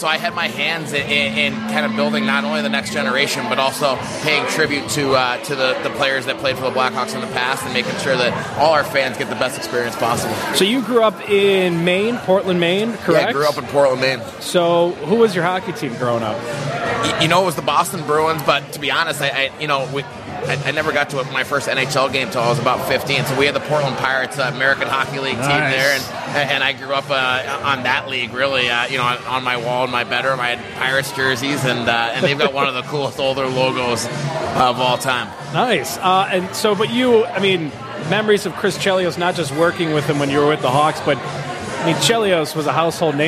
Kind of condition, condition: setting, busy venue